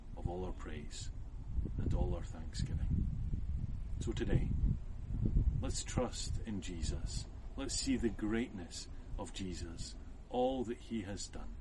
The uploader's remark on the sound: this sermon was recorded outside and suffers from some wind noise.